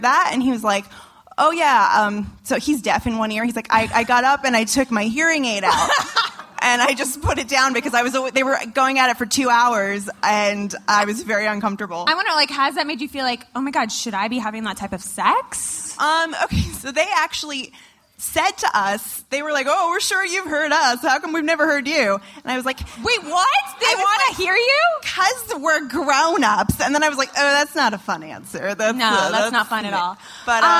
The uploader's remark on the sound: Live at SXSW